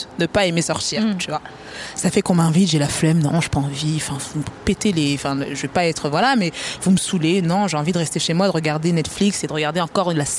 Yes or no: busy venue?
yes